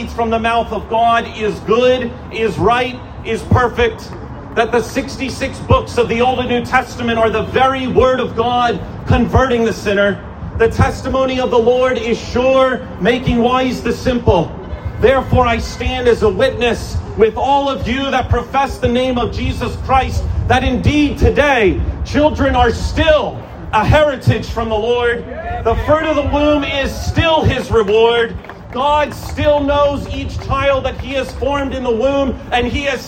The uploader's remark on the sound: An Outdoor Sermon